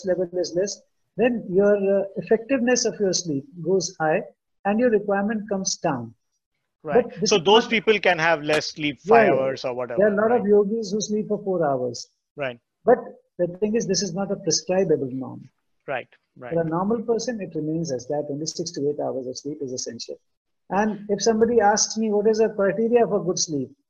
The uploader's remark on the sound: This episode is a recording of the Webinar hosted in June 2020